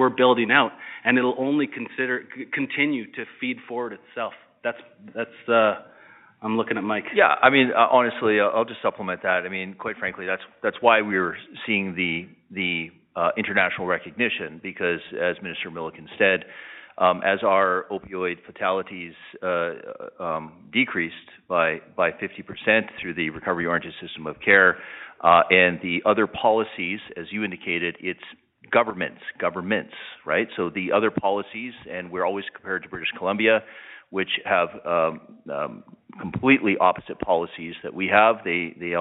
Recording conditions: phone line